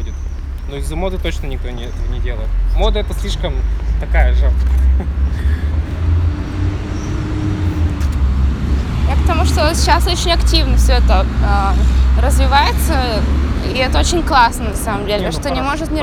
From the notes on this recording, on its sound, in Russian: Вырезанные из прошлого минуты, между закрытием смены в lemon tree и дорогой домой. Под звуки дребезжания кофемашины, воды из под крана, движение дорог.